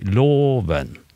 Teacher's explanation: Jeg sa at østnorsk hadde på tone 1 starta lågt, og så stiger den. Hos meg jeg starta høyt, og så faller jeg. Jeg sier 'loven'.